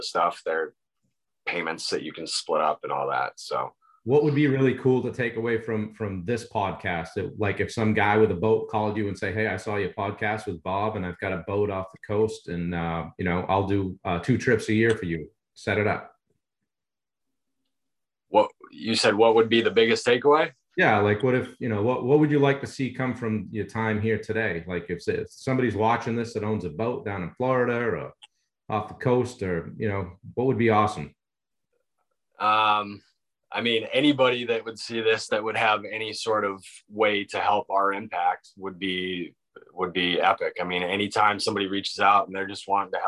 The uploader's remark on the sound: This week we connected via Zoom